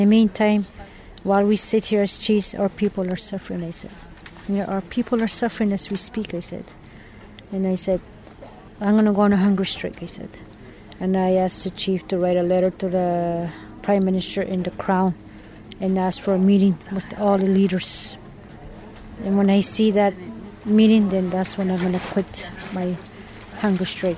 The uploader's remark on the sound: on location at her teepee on Victoria Island in Ottawa